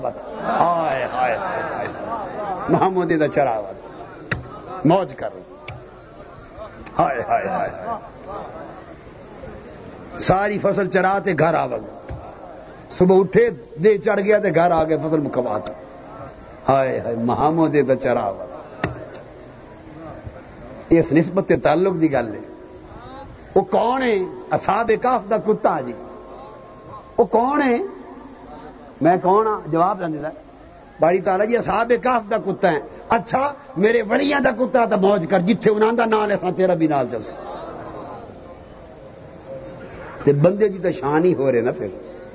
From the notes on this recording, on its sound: A Speech delivered at Manghani Sharif